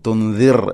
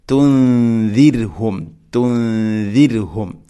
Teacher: തുൻദിർഹും, തുൻദിർ അല്ല, റായിനെ തെർക്കീഖ് ചെയ്യണം, നേർപ്പിക്കുകയാണ് വേണ്ടത്. · Shown in: second take · തുൻദിർഹും, തുൻദിർഹും, ഇങ്ങനെയാണ് ഓതേണ്ടത്.